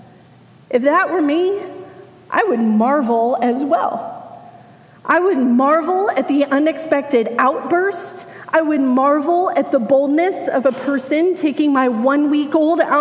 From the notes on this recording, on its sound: Message delivered during the 9am Blended Worship Service.